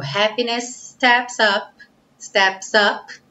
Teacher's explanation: Também temos S no fim de happiness, S no começo de steps. Juntamos tudo num S só um pouquinho mais longo.